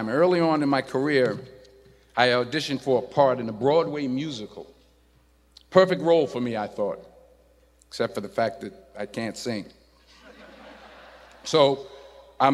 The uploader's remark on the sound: In this commencement address